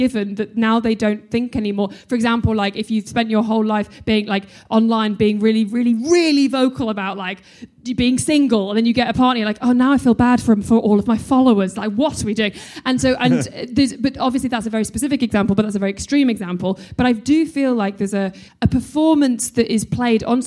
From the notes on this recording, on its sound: Live at the London Podcast Festival. Recorded by London Podcast Festival.